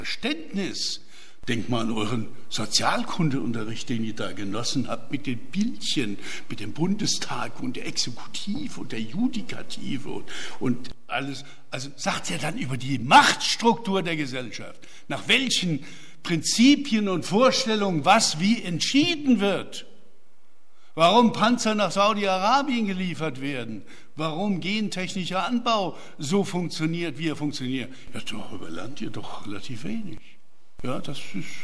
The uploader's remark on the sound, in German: Mitschnitt des Referats